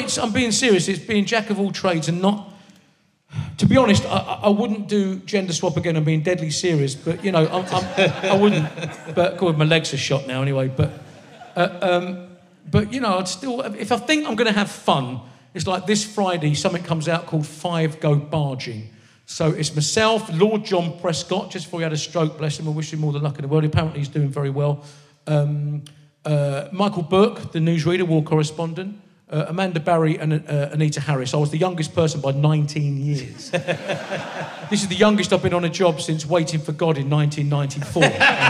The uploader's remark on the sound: RHLSTP comes to the Marlowe Theatre in Canterbury. With an audience smart enough to get a Thomas a Beckett joke.